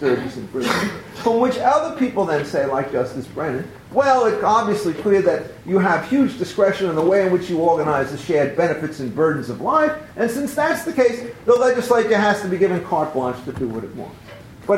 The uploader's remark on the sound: Recorded April 22, 2015, as part of the Chicago’s Best Ideas lecture series.